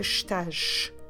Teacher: And when we have s at the end of the word, it's always pronounced like a sh. That's why you get the estás.